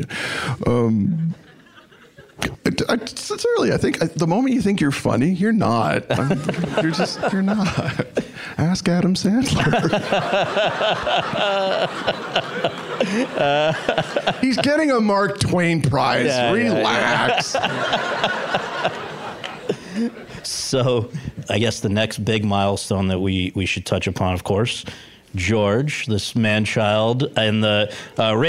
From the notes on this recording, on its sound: LIVE. In front of an audience of students at Chapman University.